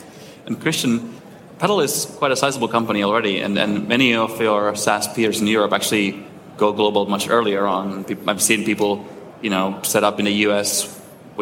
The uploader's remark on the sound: we take you back to the SaaStock18 Scale stage for a panel discussion